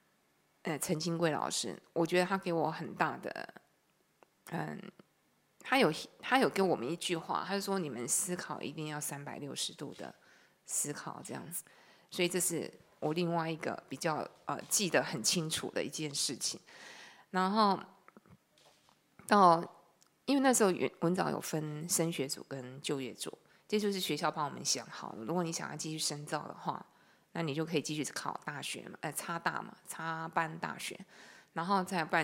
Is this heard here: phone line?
no